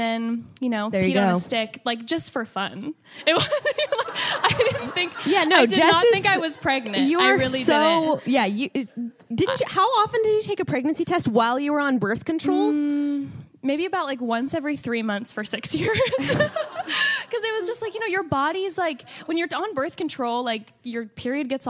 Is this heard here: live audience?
yes